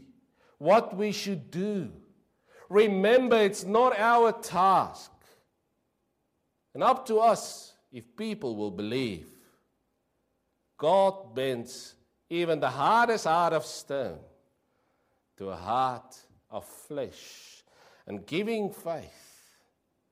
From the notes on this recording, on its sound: Preached 06/08/23 PM service